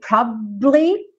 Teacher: É quase como se ele ficasse um tempinho a mais no B, probably. Mas ele não chega a abrir pro A, probably.